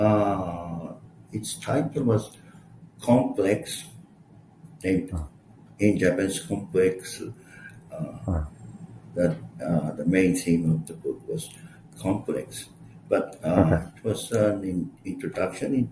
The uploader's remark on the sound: Sorry for my audio. I tried new headphones for the first time and neglected to test the audio beforehand.